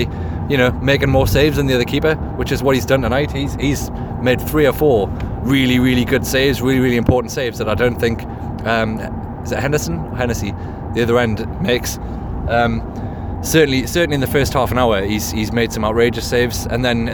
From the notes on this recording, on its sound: In the car on the way back from Sheffield.